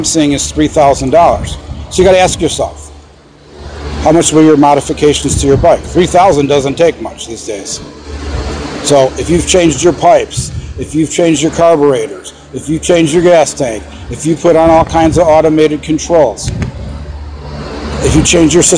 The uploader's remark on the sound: Live at Hoover Dam!